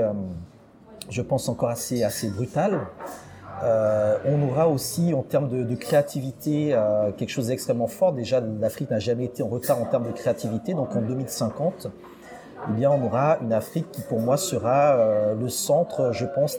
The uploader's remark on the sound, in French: Je l’ai retrouvé à Paris, dans un café. Un peu de bruit d’ambiance donc, autour de notre conversation.